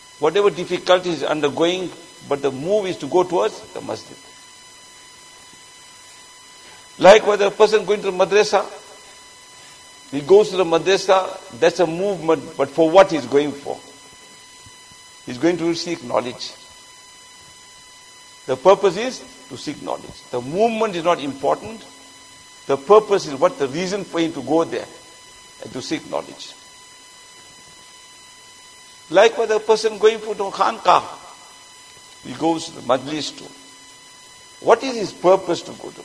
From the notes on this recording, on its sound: Jumuah lecture at Masjid Mueenuddeen